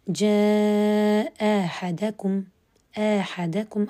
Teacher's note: الإبدال نبدل الثانية ألف مع القصر